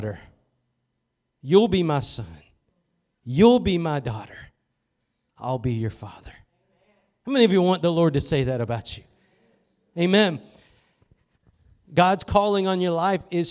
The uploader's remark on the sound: Preached at Gospel Lighthouse in Bossier City, La.